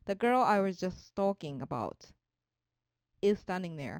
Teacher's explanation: about と is の間に区切りが生じますので、普通、読まれるときはその間を区切って読まれますね